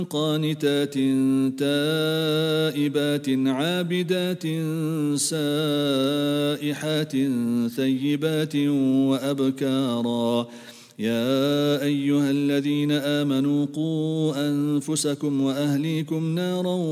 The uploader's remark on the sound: at the Houghton Masjid (West Street)